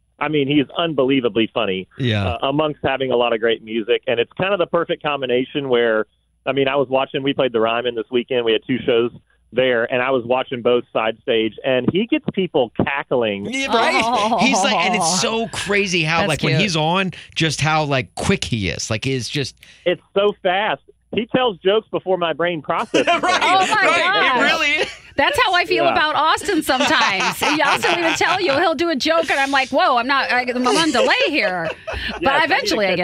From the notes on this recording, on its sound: Called. Even got interview bombed.